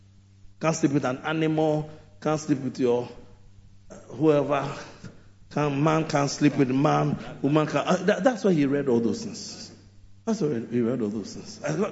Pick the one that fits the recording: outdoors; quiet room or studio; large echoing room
large echoing room